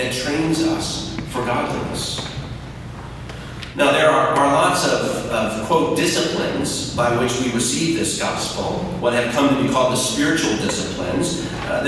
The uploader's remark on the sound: We apologize for the poor audio quality.